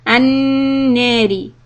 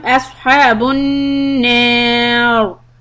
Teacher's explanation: When you say an-nari and you are going to say the ra with the kasra, then the ra is soft · Shown in: first take